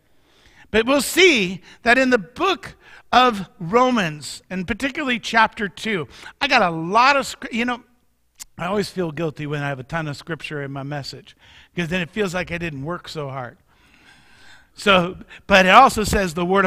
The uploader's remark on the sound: Mt. Zion Church Live!